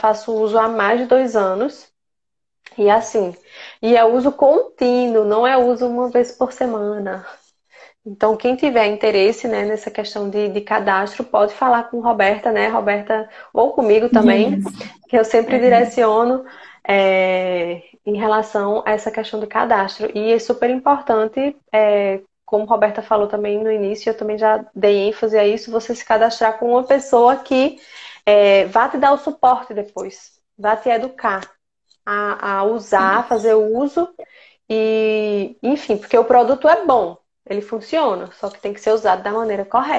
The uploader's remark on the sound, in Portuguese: gravado em Live no Instagram no dia 26-10-2020